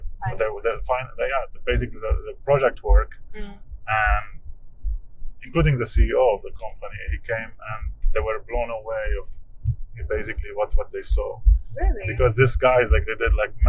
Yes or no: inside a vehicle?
yes